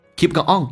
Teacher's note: keep on 有一个连音 keep on, P 发 B 这个发音